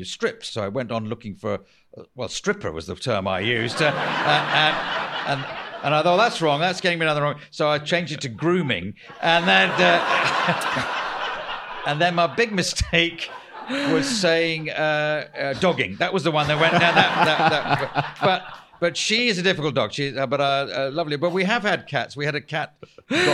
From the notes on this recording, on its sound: LIVE! This episode was recorded live at the Edinburgh Fringe, August 2023.